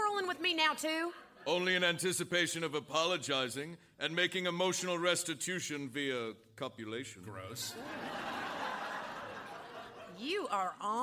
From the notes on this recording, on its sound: Recorded Live 1/9/2011 at Largo, Los Angeles.